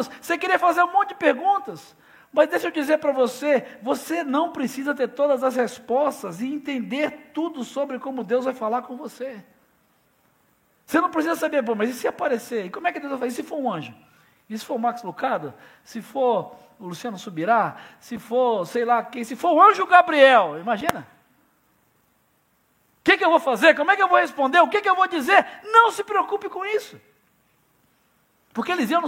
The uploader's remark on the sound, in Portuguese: Celebração ao vivo